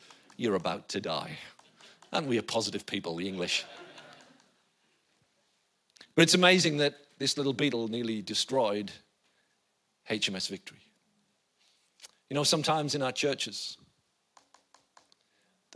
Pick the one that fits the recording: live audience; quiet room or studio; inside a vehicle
live audience